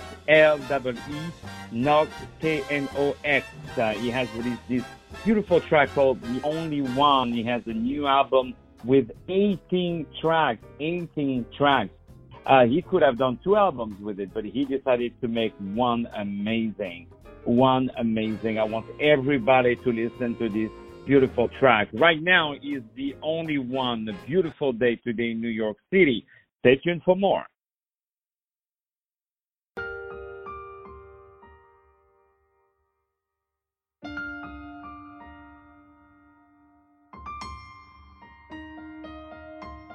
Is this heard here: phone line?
yes